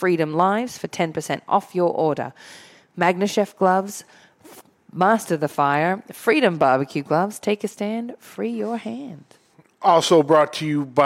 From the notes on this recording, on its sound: recorded live in front of a studio audience at the Studio 21 Podcast Café upstairs at Two Guys Smoke Shop in Salem, NH